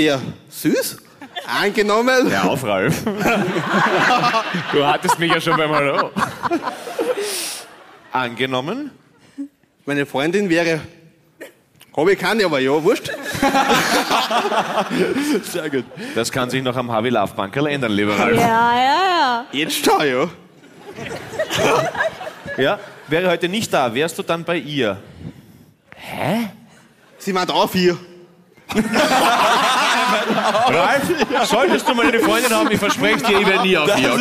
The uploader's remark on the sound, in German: Hawi D'Ehre LIVE - GLOBE WIEN.